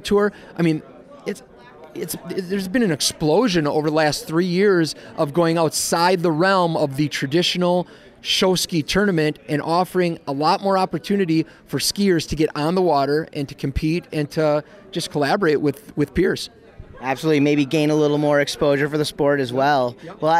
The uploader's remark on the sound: stops by the 2020 Wisconsin Think Tank Water Ski Convention & Expo